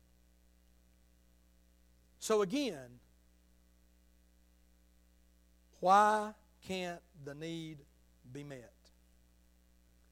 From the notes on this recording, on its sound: Sunday Morning sermon. At Liberty Baptist Church in Tifton, GA.